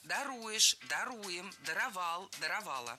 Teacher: Опять же, ударение ставим за корнем.